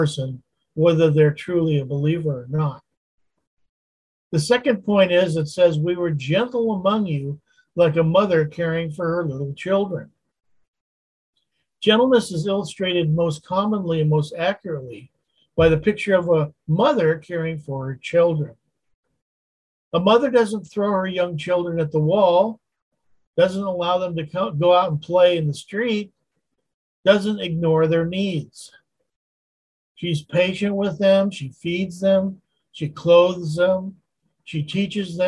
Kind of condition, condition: link, video call